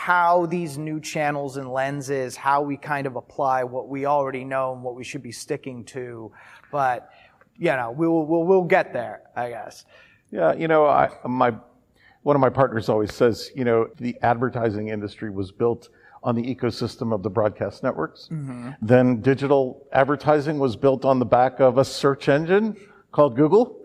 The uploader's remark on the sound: recorded on the ground at the 2023 ANA Masters of Marketing Conference in Orlando, Florida